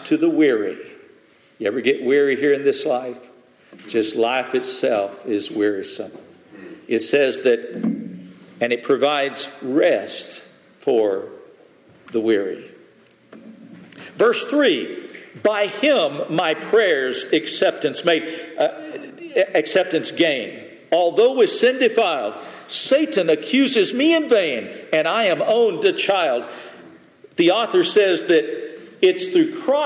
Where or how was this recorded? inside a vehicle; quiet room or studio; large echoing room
large echoing room